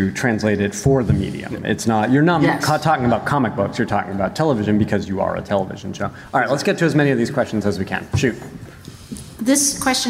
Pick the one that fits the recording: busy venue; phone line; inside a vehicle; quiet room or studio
busy venue